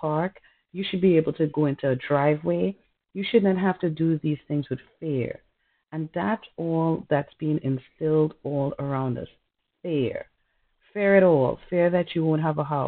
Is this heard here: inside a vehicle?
no